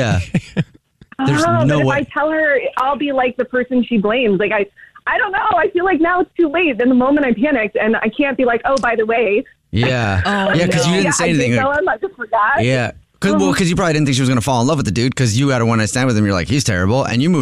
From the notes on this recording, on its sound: The woman on the phone